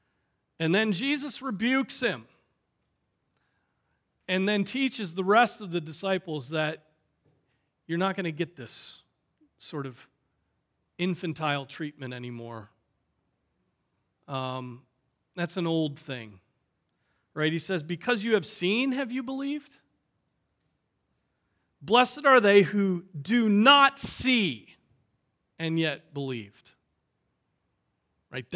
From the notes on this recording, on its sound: Preached on April 16, 2023 at Trinity Presbyterian Church